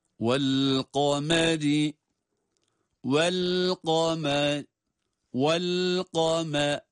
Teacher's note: Kaf kalın, mim ince. Sonra ra essesiyle.